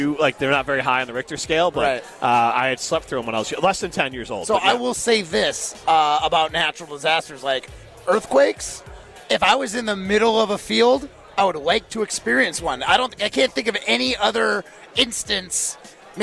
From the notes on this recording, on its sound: live from the inaugural ESPN Madison Open!